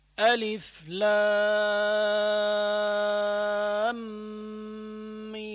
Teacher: الميم مع الميم اجتمعوا مع بعض صار في عندي إدغام، يعني أدغم الحرف مع الحرف، فصار عندي مد لازم حرفي مثقل.